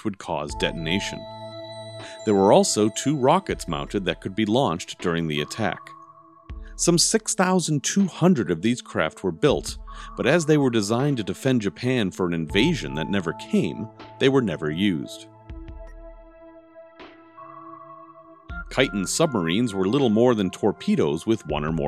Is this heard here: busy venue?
no